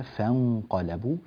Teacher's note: يعني التفخيم غير صحيحة، فتنبه لهذا. فانقلبوا، رقق الفاء